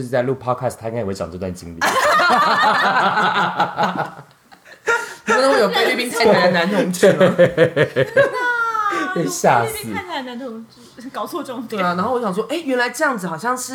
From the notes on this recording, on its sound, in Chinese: 第一次三人錄音，音量控制得不是很好，已努力後製修整，但可能還是不甚理想，希望大家多多包涵